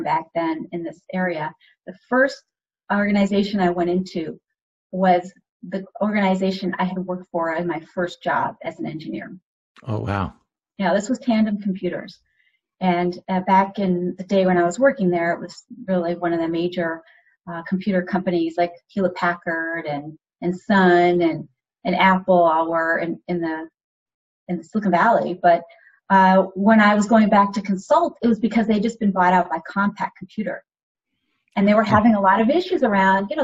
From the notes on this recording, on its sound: This show was recorded using Zoom video conferencing.